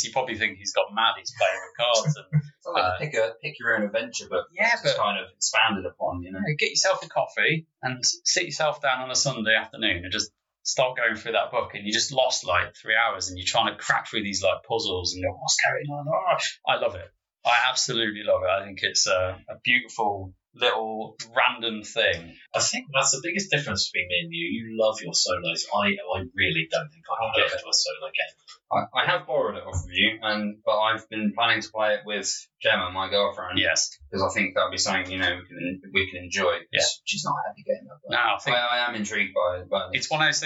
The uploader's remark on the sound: In our earlier episodes our audio isn't up to scratch.